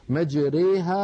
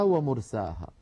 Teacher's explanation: أما أن يميل مجريها ويفتح مرساها · Term: الإمالة الكبرى